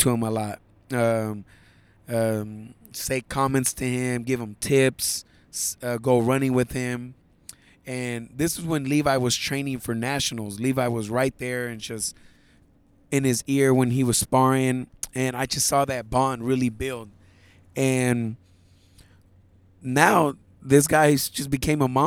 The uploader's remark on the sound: Recorded this podcast on his way to Los Ángeles for the Silver Gloves state championships.